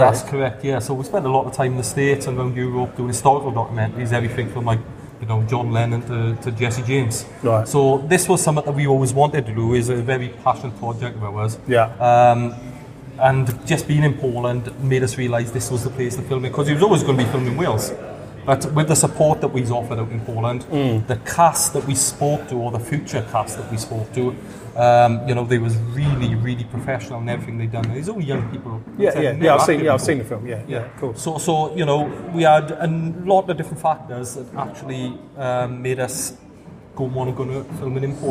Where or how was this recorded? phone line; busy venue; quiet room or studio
busy venue